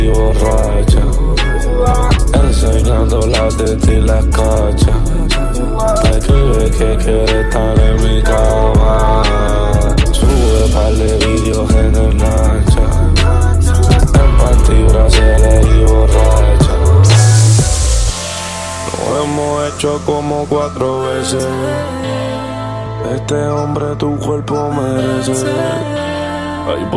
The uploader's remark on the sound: Live At Club Essence